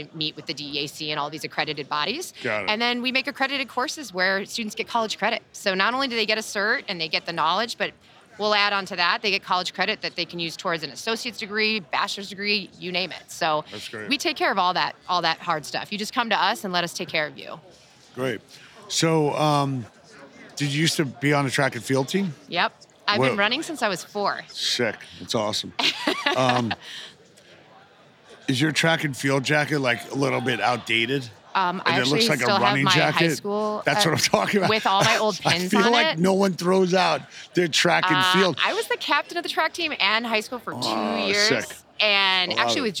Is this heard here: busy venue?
yes